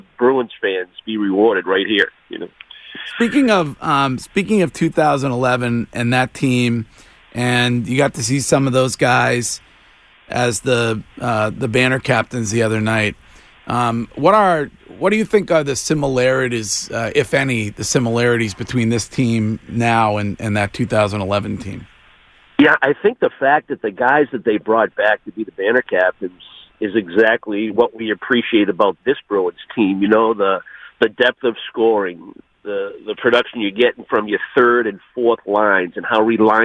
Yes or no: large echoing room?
no